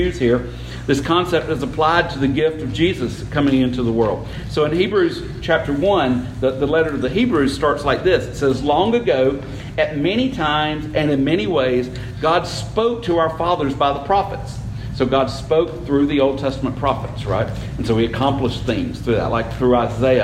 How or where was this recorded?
large echoing room